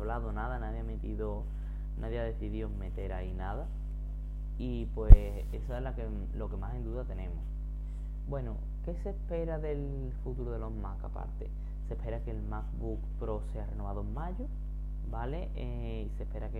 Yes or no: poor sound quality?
yes